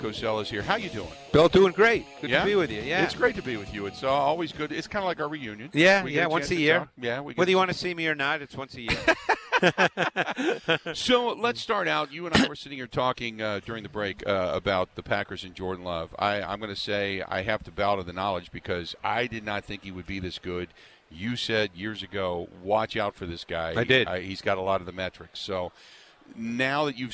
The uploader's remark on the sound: live from Radio Row